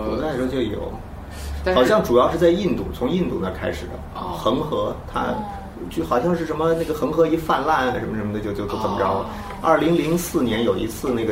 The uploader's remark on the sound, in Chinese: 本期节目为在张大妈办公区用录音笔录制，可能有街道上的杂音，请见谅。